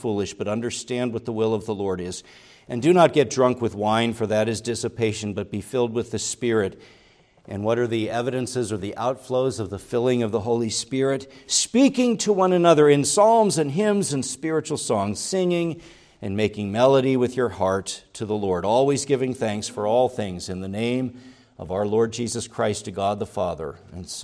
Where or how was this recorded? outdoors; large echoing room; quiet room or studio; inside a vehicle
large echoing room